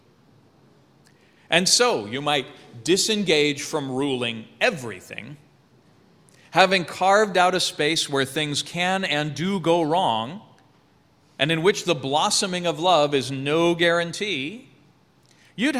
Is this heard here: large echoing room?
yes